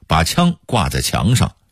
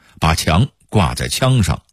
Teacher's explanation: 平谷话的显著特点是汉语拼音的阴平与阳平互换 · Shown in: second take